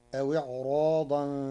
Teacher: قرأ ورش كلمة إعراضا بتفخيم الراء كحفص لوقوع حرف الاستعلاء بعدها، فتصير أو إعراضا فلا جناح عليهما، أن يصلحا بينهما صلحا.